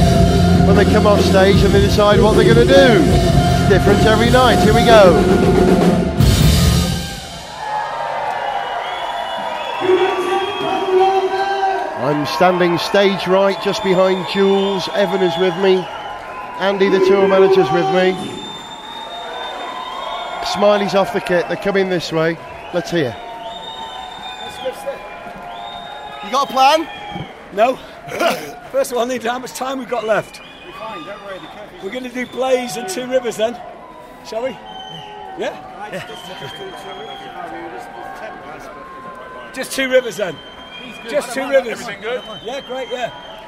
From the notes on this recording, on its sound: Salt Lake City & Denver. On stage for the soundcheck.